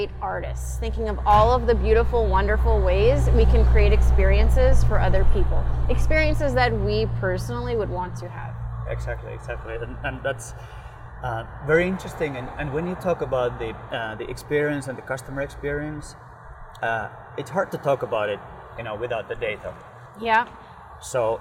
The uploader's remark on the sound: Recorded outside.